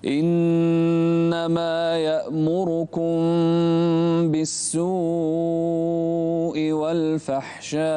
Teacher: مد أكثر وساوي المدود يعني هني السوء والفحشاء